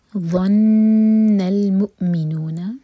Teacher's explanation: نون پر غنہ اور مو cut off sound